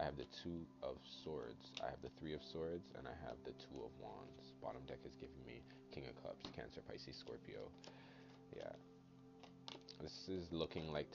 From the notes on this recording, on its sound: STATIC- Apologies for the sound